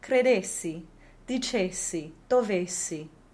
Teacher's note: E-S-S-I will also have the word stress on the first E, and it will always be closed.